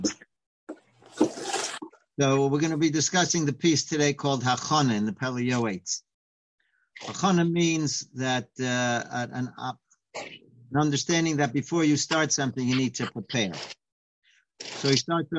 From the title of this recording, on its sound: Live On Zoom